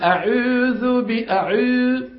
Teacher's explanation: الواو المخلوطة بياء مثل حرف الاو بالفرنسي هذا